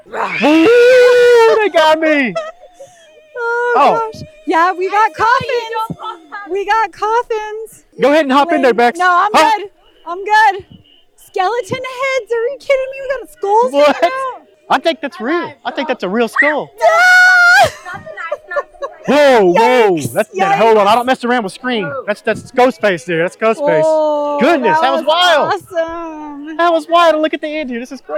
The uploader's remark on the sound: Live in the streets of Daybreak for Halloween 2023. They visit a backyard haunted maze.